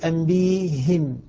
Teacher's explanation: أبدل الهمزة ياء وكسر الهاء لمجانسة الياء التي قبلها